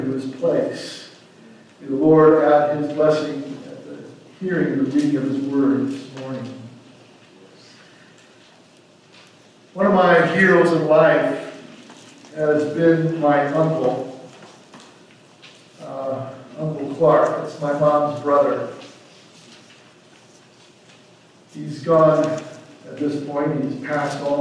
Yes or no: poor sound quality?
yes